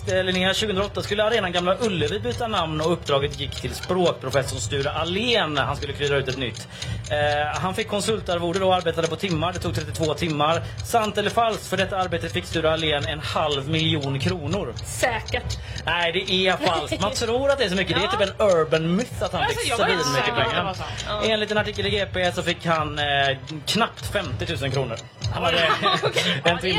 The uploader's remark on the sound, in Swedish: Live från WOW. På festivalen.